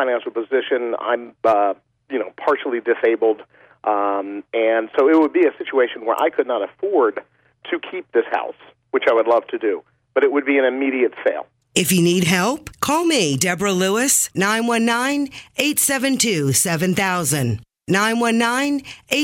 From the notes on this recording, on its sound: Financial planning call-in show.